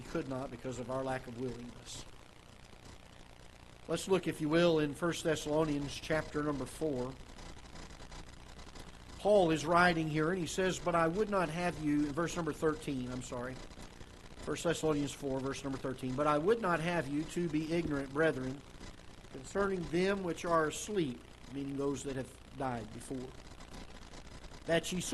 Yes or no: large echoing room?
yes